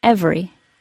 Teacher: In normal speech, it drops to 2 syllables, every. However, if I were emphasizing that word, it may go back to the more proper 3 syllables, every.